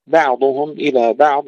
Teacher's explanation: وإذا خلا بعضهم، خلا هنا أيضا ننتبه إلى تفخيم الخاء، بعضهم إلى بعض كما سبق التنبيه، ترقيق الباء، تسكين العين، تفخيم الضاد. وإذا خلا بعضهم إلى بعض قالوا، ولا نقول بعضهم، بعضهم ولا بعضهم، لا نفخم الباء ولا نقلقل العين.